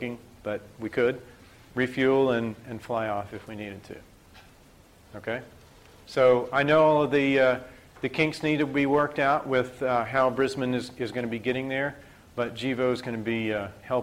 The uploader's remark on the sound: IFE Distinguished Visitor Lecture, recorded 9 October 2017 at QUT